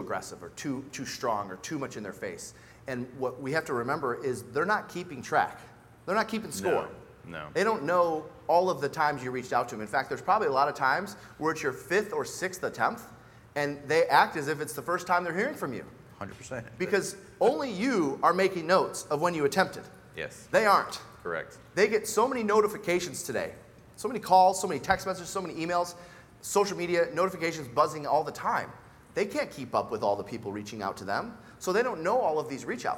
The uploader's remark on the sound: we’re sharing an excerpt from a recent Glover U live event